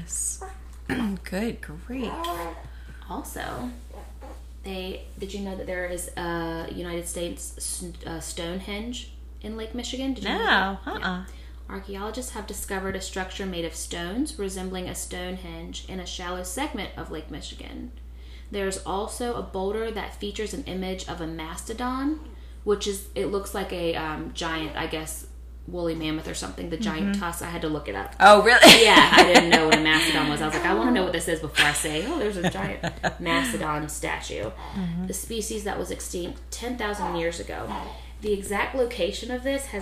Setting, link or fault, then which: fault, sounds in the background